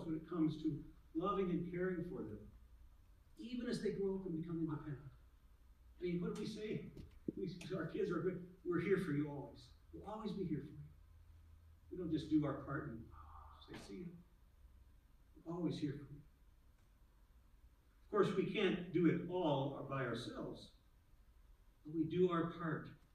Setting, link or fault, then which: setting, large echoing room